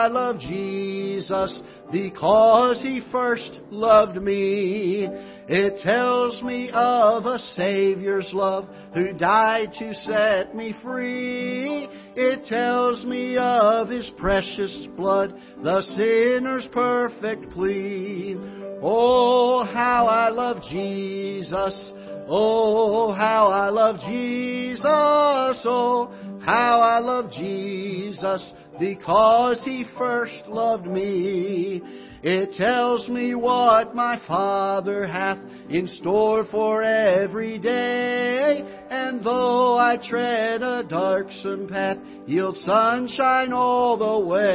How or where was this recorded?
large echoing room